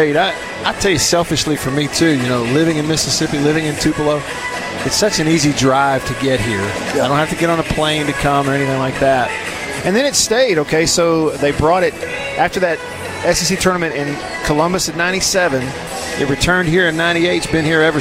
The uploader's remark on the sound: LIVE at the 2021 SEC Tournament.